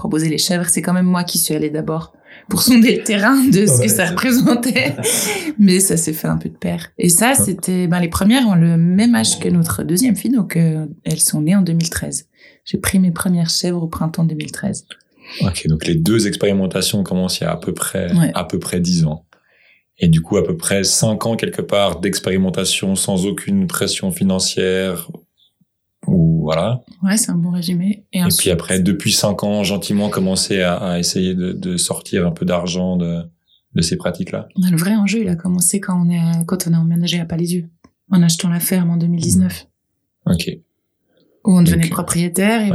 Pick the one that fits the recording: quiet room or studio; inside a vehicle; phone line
quiet room or studio